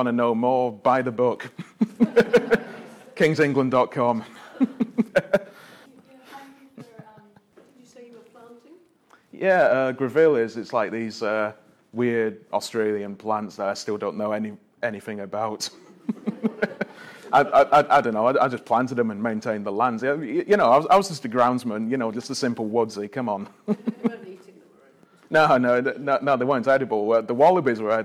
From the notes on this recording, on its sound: Apologies for the bad sound quality. I'm still figuring out how to use my new microphone... Recorded live at an ‘Eco-Savvy’ event at the Corrie & Sannox Village Hall in front of 40 or so people.